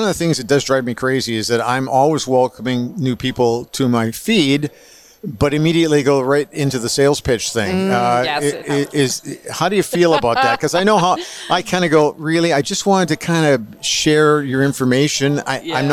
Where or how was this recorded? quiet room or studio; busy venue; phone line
busy venue